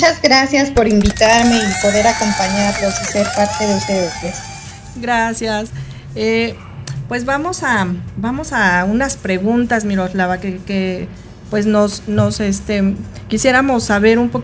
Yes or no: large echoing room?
no